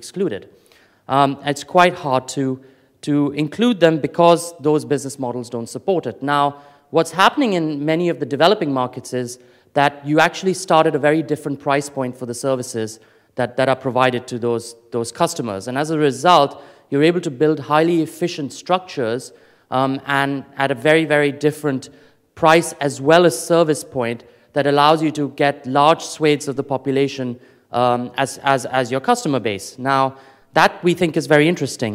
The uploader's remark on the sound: Afrikoin Cape Town 2014 Opening Keynote